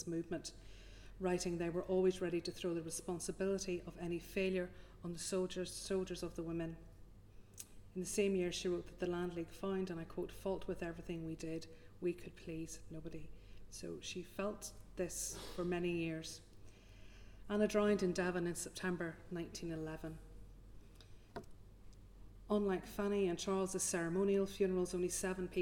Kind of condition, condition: setting, large echoing room